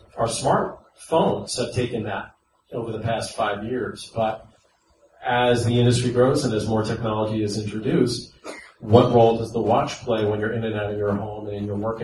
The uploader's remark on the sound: This is a recording of the Smart Home Show Live, which was recorded on November 19th at the Target Open House smart home concept store in San Francisco.